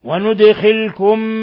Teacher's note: دال ساكنة قلقل لأنها من حروف قطب جد